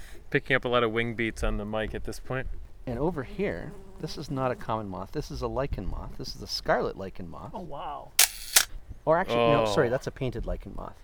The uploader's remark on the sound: The guys wrap up their behind-the-scenes tour of the Cornell University Insect Collection. Takes them out into the woods for some nighttime mothing! This episode was recorded on July 2-3, 2022 at the Cornell University Insect Collection in Comstock Hall at Cornell University and at Steege Hill Nature Preserve in Corning, NY.